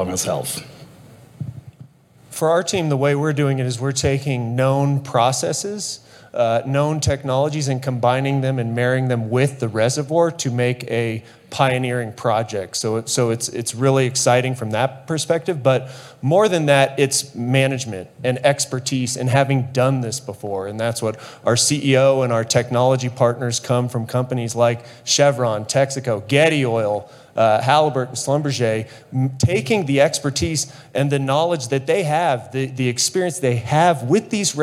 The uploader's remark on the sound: Live! From the Geothermal Rising Conference. Talks with guests while on stage at the annual Geothermal Rising Conference in Reno, NV.